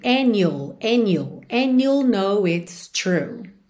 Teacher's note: and, you, ela juntou no N, ignorando o D.